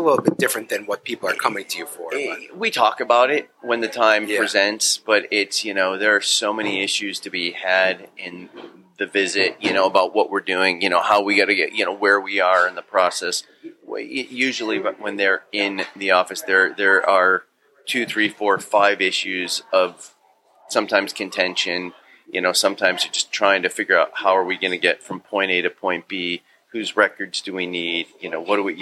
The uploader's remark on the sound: This episode of the Triple D Podcast was recorded at Davis Bakery & Delicatessen.